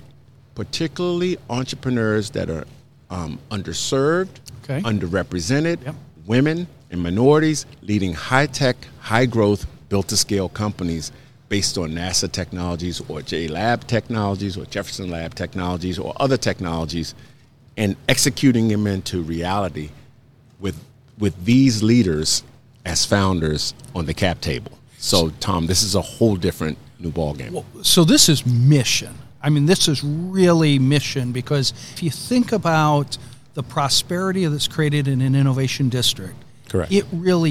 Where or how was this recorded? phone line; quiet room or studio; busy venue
busy venue